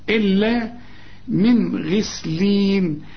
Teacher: الغين اي نعم مفخمه من الحروف المفخمه، لكن هي هنا مكسوره فنطقها غي، يعني السامع يظن انها مرققة، لكن هي من الحروف المفخمة، لكن في اخر درجات التفخيم.